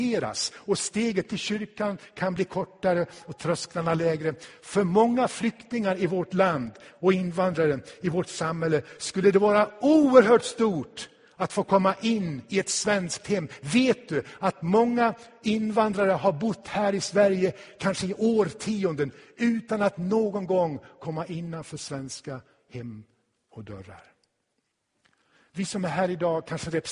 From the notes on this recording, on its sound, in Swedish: Inspelad i Tabernaklet i Göteborg 2016-10-09.